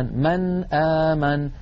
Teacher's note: فأخذ رحمه الله رأس الخاء ويكتبون رأس الخاء من غير نقطة، فإذا رأينا رأس الخاء يعني كأنها حاء فوق نون ما، فإن هذه النون ساكنة يقرعها اللسان، مثلا من آمن من، فيقرع اللسان مخرج النون عند الهمزة ولا يتأثر بمجاورتها أبدا · Term: الإظهار